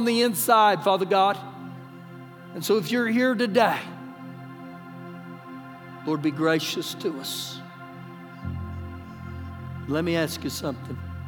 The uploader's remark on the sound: Recorded live during our Sunday morning service